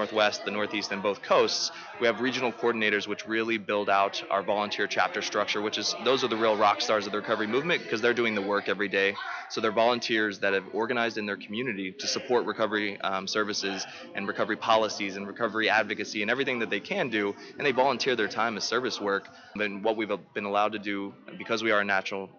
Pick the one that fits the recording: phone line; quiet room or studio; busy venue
busy venue